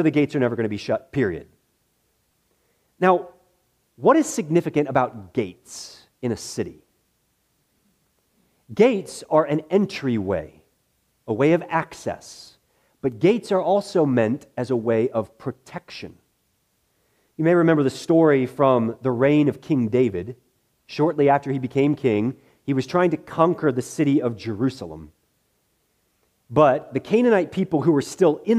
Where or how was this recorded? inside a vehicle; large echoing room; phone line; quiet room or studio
large echoing room